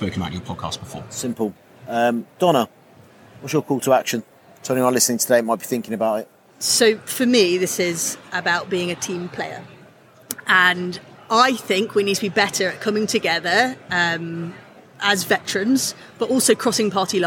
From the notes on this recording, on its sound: We return back to Conservative Party Conference where we record a special episode of Veterans In Politics with a panel of veterans in front of a live audience. It's always fun to hold podcast recordings in public.